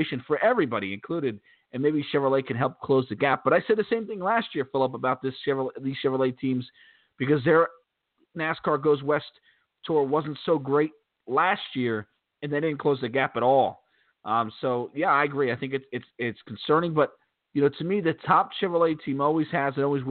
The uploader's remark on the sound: We'll also take your phone calls.